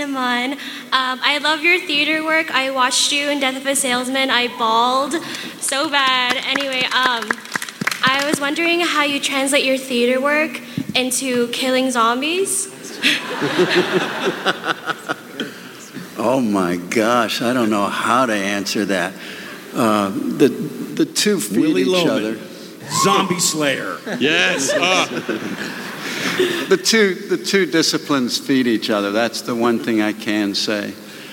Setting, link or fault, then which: setting, live audience